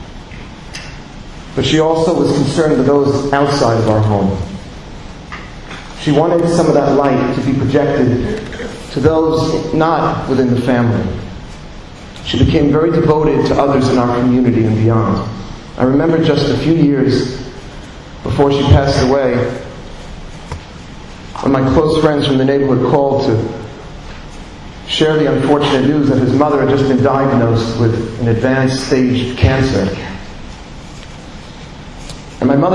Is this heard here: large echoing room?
yes